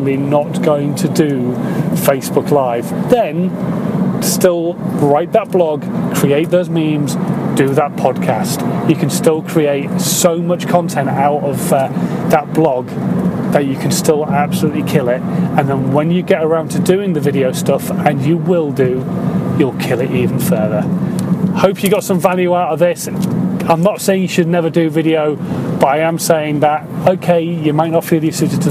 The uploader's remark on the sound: In My Car